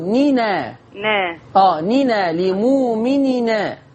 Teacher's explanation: هنشيل الهمزة بتاعت أن وناخد الفتحة نحطها على نون التنوين. فتبقى لمؤمننا. · Term: النقل